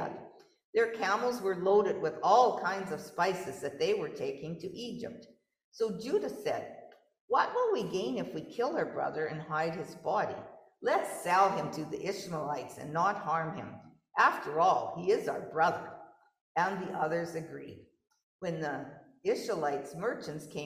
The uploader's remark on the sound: Gave this sermon in person and via Zoom. In Knox United Church, Lanigan.